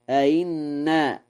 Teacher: قرأ ورش: أئنا بتسهيل الهمزة الثانية في هذه الكلمة